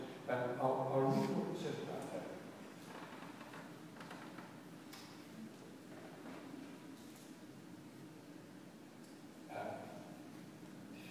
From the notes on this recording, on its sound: Apologies for the poor sound quality